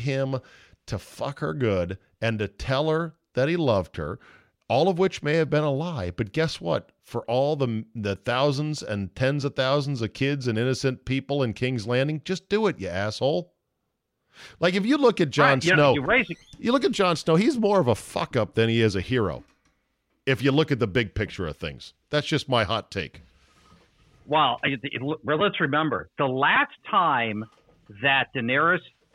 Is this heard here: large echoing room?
no